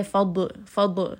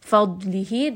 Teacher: just rest on the Dad. Make sure it is heavy. · Shown in: second take